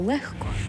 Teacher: в нас є лише 5 слів, де «г» перетворюється на «х»